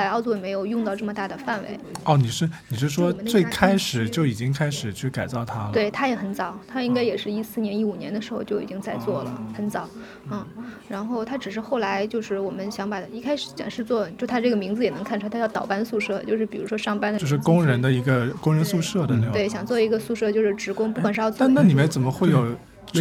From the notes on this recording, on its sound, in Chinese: 我们最近参与了一次 Airbnb 的体验活动，名为「在首钢老工业区体验工业改造历程」。本期是我们首次尝试在公共空间录音，在设备调试和场地选择方面缺乏经验，因此录音质量不如往期，请各位见谅。序曲 是我们进入首钢 3 号高炉改造空间时的现场录音。